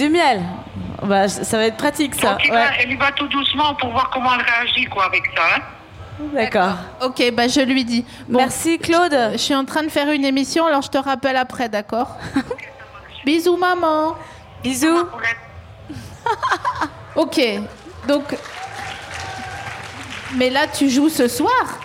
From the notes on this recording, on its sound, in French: Produit par Binge Audio, enregistré en juin 2022 au festival We Love Green (Bois de Vincennes).